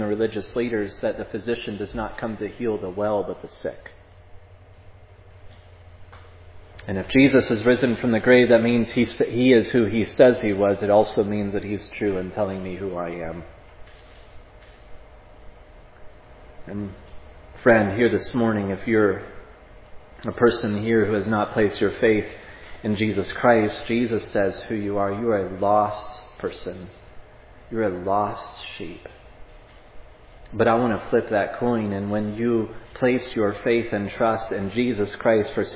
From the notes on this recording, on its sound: This sermon was preached at Providence Church